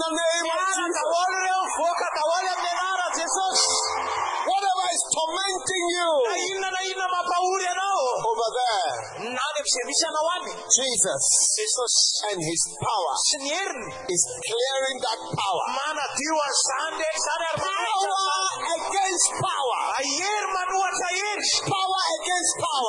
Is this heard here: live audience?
yes